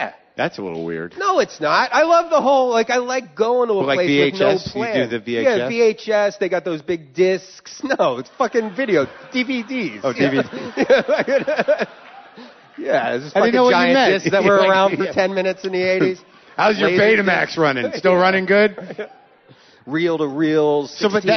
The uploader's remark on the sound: Live from Vancouver